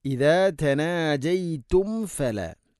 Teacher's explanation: മീമിനെ പൂർണ്ണമാക്കി അഥവാ രണ്ട് ചുണ്ട് തമ്മിൽ തട്ടിച്ച് മീമിനെ പൂർണ്ണമാക്കണം